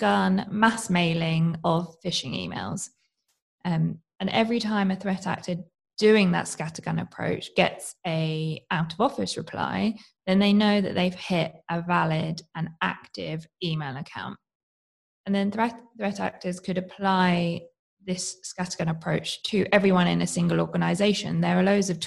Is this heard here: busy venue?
no